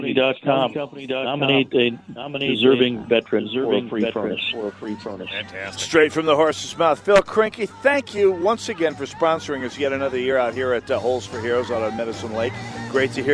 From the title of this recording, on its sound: Live From Medicine Lake. Annual Holes for Heroes Broadcast!!